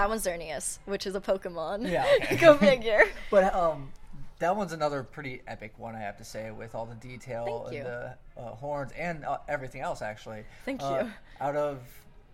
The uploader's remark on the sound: It was recorded during UCR Geekon in Riverside last weekend.